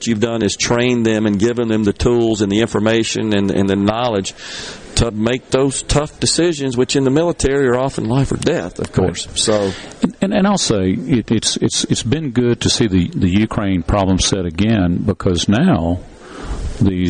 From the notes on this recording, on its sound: LIVE from The Two Mississippi Museums for their Veteran's Day festivities